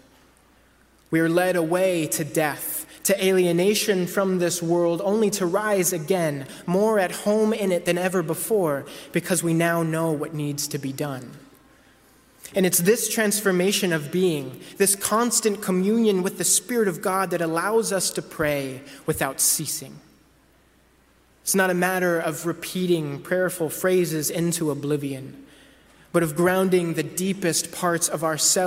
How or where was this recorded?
large echoing room